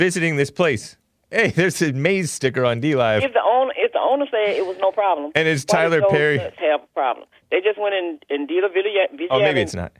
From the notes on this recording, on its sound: A caller from Wisconsin. Live Sunday through Friday 9 AM (Los Angeles).